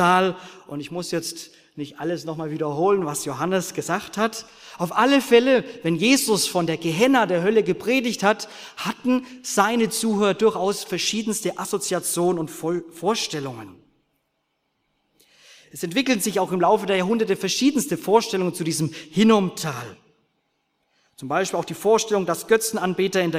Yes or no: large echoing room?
yes